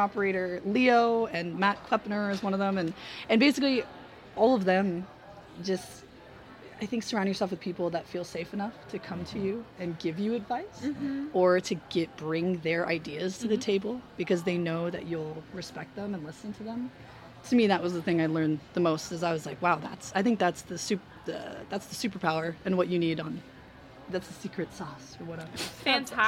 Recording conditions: busy venue